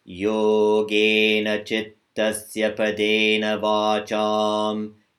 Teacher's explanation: And I want you to also remember with the next mantra, dental, the tip of your tongue, whenever the tip of the tongue is being used, comes to the teeth, and hold your breath while you're reciting. There's no aspiration in any of the sounds, any of the syllables.